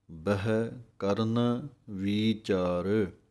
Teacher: वावा लगा है ते वावे दी आवाज ही कढ़नी है, बब्बा नहीं बोल देना